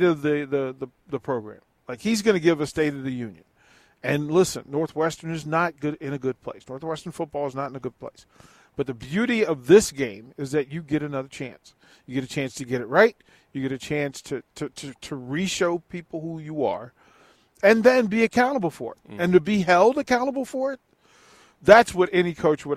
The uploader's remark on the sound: LIVE from BIG Media Days...